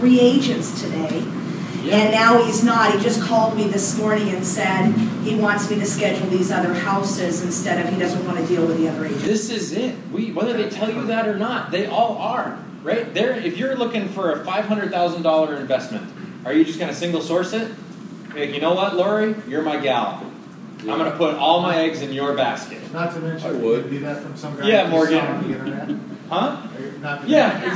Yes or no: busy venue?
yes